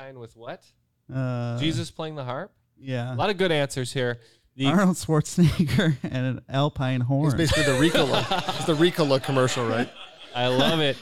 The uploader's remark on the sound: Live From SporcleCon 2023.